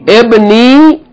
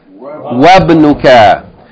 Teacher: in the first example, we pronounce the Kasra of the Hamza Tilwasl because we're beginning with it · Shown in: first take